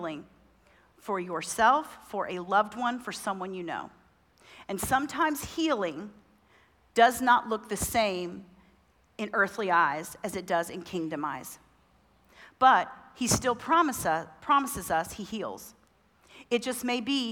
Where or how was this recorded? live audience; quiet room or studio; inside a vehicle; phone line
live audience